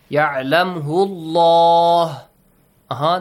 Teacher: Because you have a dhamma sound before. If you have a dhamma sound, a fatha sound before the word Allah, the letter lam is pronounced with a heavy sound.